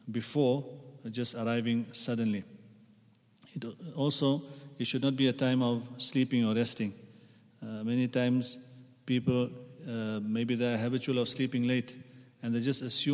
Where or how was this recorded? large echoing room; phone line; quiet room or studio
large echoing room